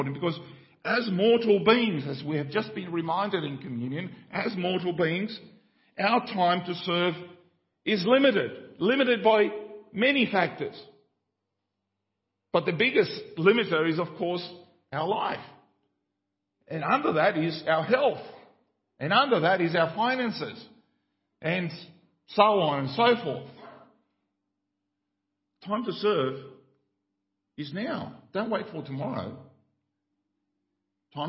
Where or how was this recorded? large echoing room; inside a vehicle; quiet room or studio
large echoing room